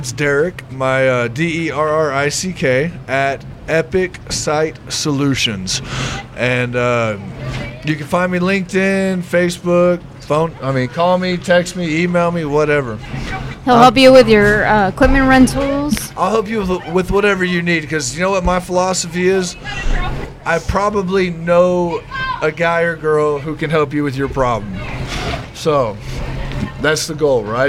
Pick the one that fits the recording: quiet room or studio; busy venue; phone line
busy venue